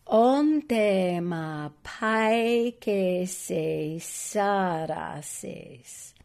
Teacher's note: that T on the tema is like a DT. It's soft. On tema vage vas lautuses.